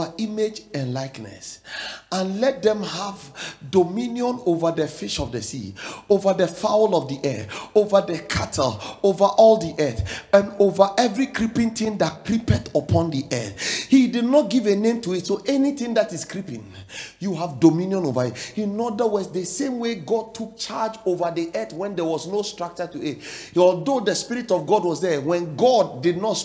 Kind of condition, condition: setting, large echoing room